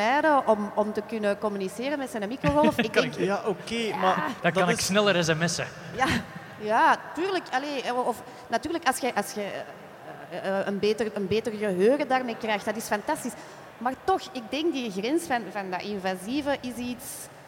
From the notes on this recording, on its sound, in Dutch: Deze maand live vanop FACTS in Gent.